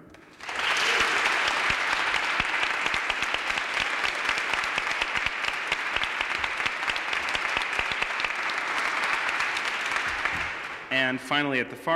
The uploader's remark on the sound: There is a very involved Q&A portion of this event.